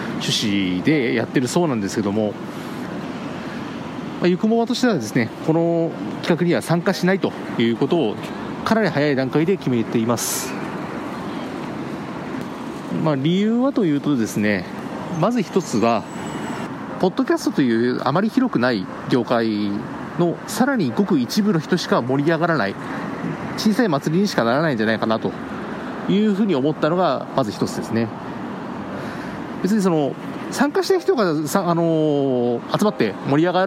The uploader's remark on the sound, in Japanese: 帰宅中に録音していますので、車の音がかなり大きいですがご容赦ください。